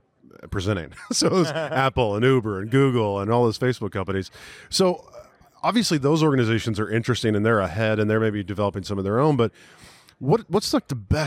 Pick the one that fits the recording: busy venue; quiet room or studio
busy venue